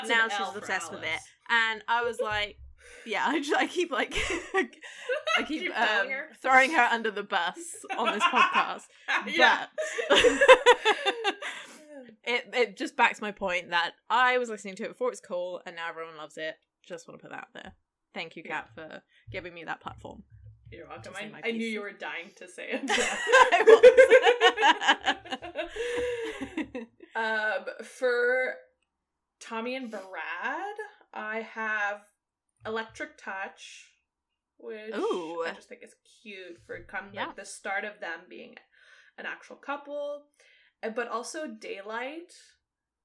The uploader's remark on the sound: We apologize if there's any sound issues. Lost the files and when they got recovered they might have been a little distorted...